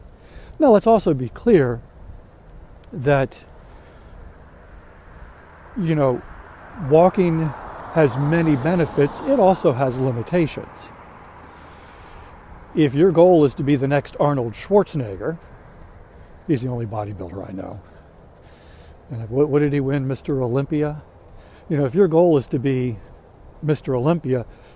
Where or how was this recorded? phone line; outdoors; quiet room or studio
outdoors